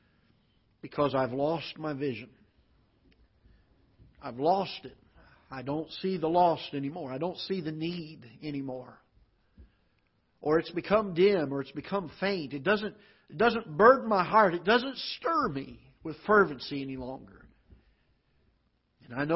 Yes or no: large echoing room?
yes